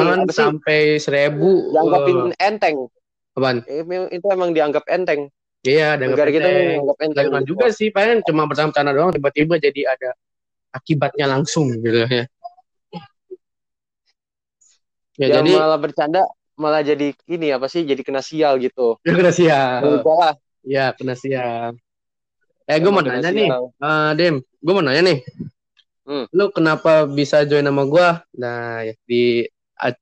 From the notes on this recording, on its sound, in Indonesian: Untuk audio saya minta maaf karena ada gangguan dari internet juga.